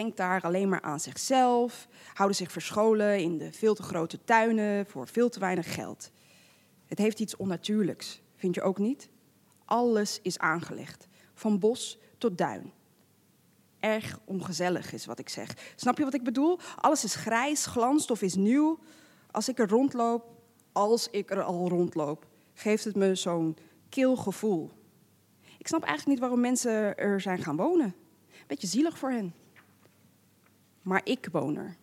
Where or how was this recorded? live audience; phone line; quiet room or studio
live audience